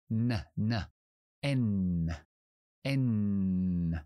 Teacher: La N también sale por la nariz, pero tapamos el aire detrás de los dientes, en la zona alveolar, igual que la D. · Term: nasal